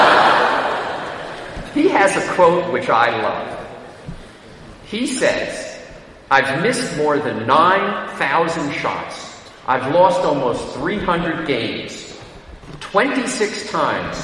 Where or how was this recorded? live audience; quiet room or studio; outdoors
live audience